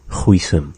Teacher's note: You know, we drop the s at the end of it.